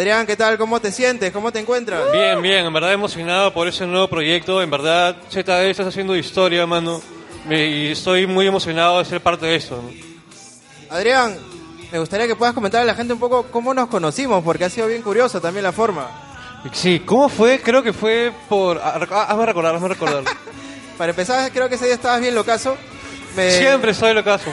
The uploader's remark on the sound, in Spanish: Este episodio fue el sueño hecho realidad de crear un podcast-concierto que quedará marcado por ser el primero en grabarse en Perú.